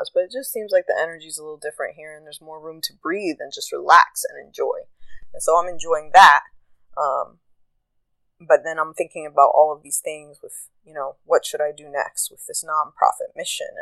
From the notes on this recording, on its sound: I used a new recording app so if sound quality blows on this it is what it is.